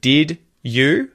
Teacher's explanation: So the second tip here for connected speech is how when words that end with D are followed by the word you, you'll often hear ja, ju, or ju. So the D and the y sound, the d and the y, turn into a j sound